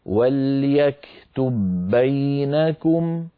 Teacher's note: من ذلك مر معنا إدغام متماثلين في قوله تعالى وليكتب بينكم، وليكتب آخرها باء ساكنة، بينكم أولها باء متحركة، التقى باءان الأولى ساكنة والثانية متحركة، وجب الإدغام عملا بقول إمامنا الجزري وأولي مثل وجنس إن سكن أدغم، فندغم الباء في الباء ويكون النطق بباء مشددة